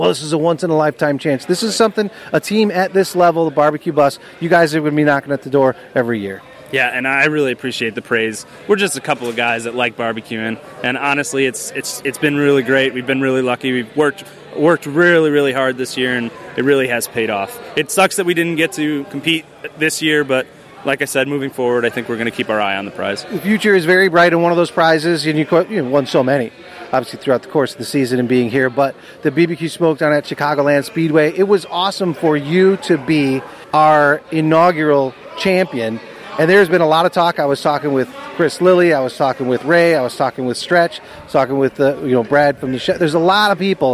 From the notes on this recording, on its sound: Live from The Jack Daniel&#8217;s World Championship Invitational. Live from The Jack Daniel’s World Championship Invitational.